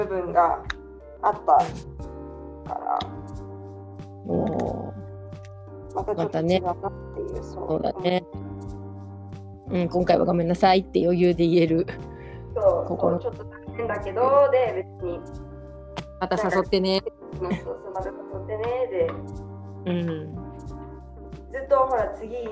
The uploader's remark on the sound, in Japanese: おでんを作りながら収録しました。